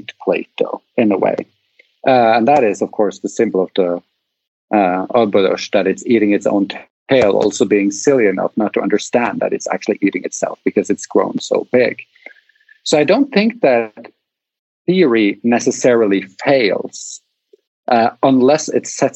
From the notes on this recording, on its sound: We met up. From the failures, errors, glitches and outtakes from our conversation here.